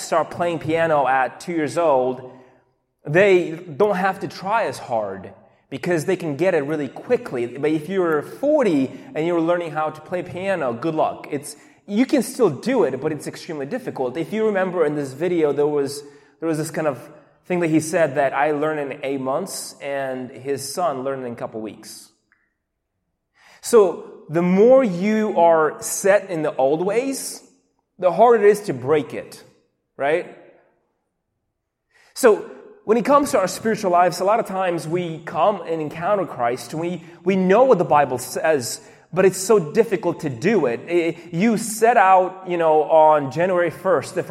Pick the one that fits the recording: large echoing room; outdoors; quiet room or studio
large echoing room